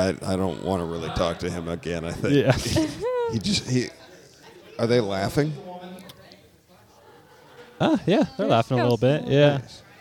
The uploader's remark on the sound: This episode was recorded live at Comedy/Bar in Capitol Hill!